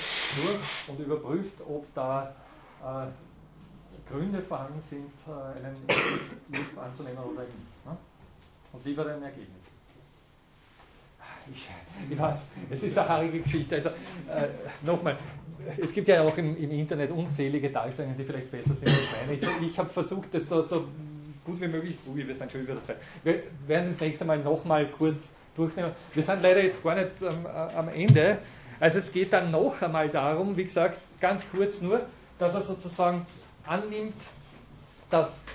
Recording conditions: large echoing room